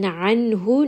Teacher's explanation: And then anhu, noon is going to have idhar. So noon sound is very clear because the next letter is one of the throat letters.